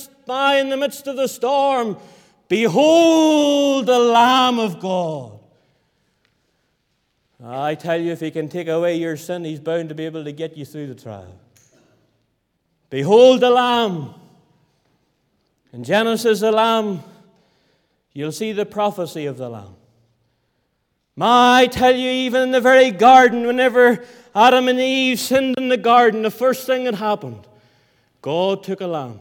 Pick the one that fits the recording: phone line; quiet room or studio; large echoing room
large echoing room